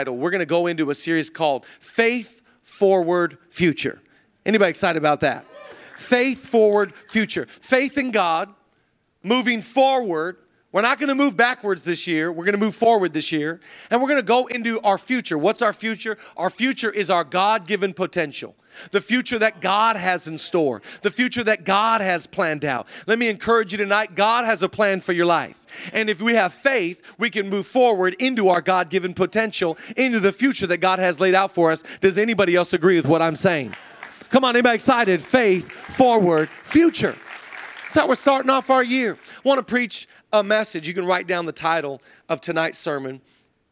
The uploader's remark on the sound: Zoe Church LA. Live from the El Rey Theater.